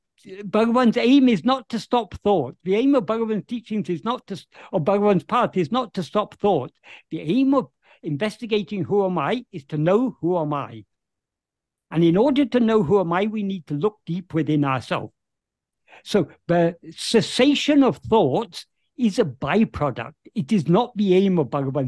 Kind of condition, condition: link, video call